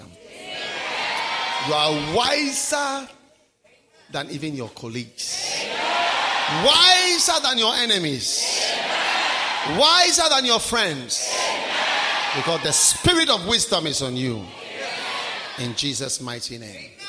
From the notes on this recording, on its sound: Preached at the Wisdom Impartation Service.